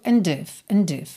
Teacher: Esse and do começo é bem sutil